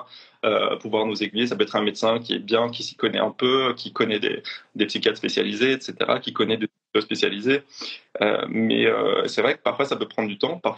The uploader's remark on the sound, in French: live enregistré sur Instagram